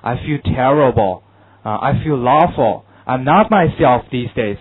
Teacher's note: 在一个人身体非常不好的时候，他什么？语气非常郁闷啊，一般都是用降调的